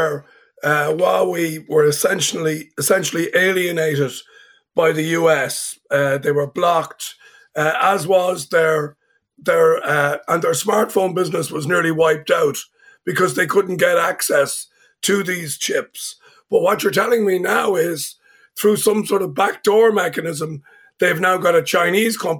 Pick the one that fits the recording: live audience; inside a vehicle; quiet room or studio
quiet room or studio